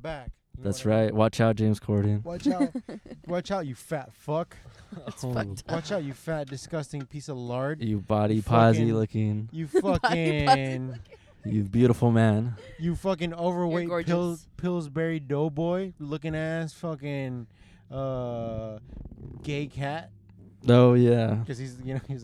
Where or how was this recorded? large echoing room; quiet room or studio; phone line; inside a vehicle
inside a vehicle